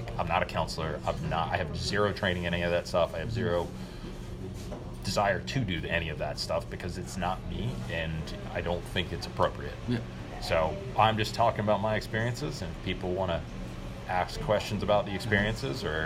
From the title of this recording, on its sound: Interview on location at "Jolly Pirate Donuts"